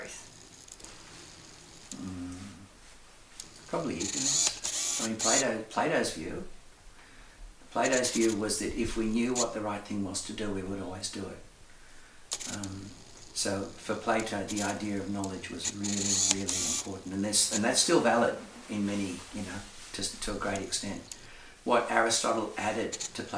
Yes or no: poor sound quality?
yes